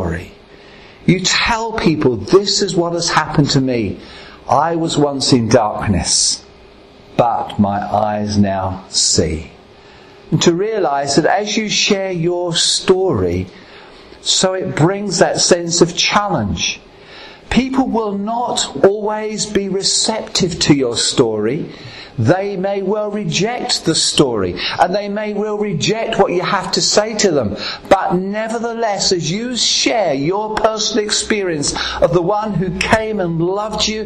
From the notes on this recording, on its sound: at Ashingdon Elim Pentecostal Church